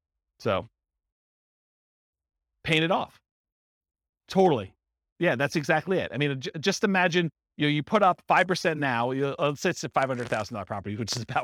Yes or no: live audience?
yes